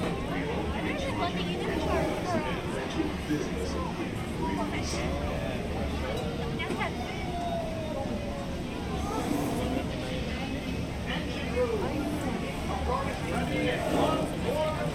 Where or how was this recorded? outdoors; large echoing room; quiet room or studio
outdoors